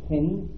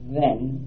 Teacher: the TH in thin is unvoiced, but in the word then it is voiced · Term: two kinds of TH